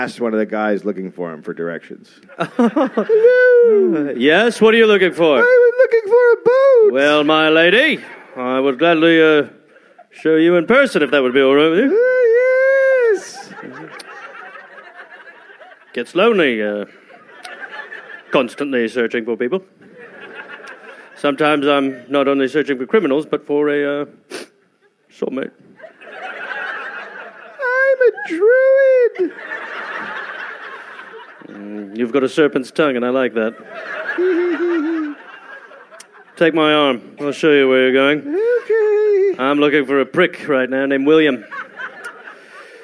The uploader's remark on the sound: Recorded live in Cardiff